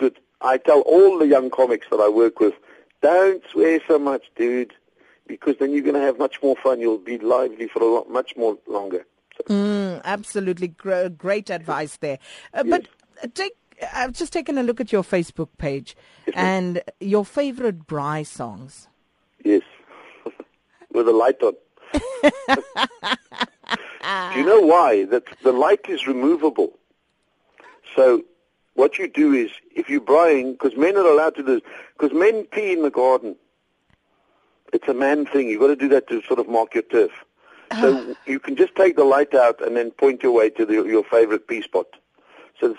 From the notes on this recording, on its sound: joins us on the line